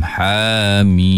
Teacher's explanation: Mim tu pula dipanggil mad lazim harfi muthaqqal, mad lazim harfi mukhaffaf, dibaca enam harakat. Jadi ha dibaca dua harakat, mim dibaca enam.